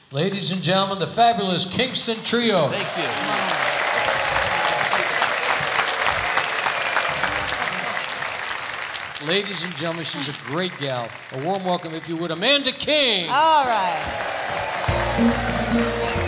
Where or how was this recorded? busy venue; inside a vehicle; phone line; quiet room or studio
busy venue